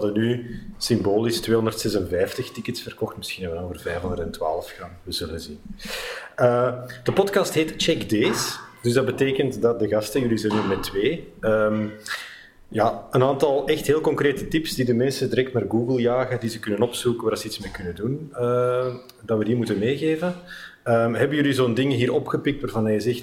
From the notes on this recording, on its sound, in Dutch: Werd opgenomen op Fri3d Camp 2016. Dat is een rasecht hackercamp, maar dan wel gezinsvriendelijk. Op de laatste dag van Fri3d Camp haalde ik twee newbies voor de microfoon.